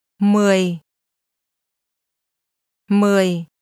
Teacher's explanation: 10 is pronounced with a low falling tone. 10. Say, at 10 o'clock.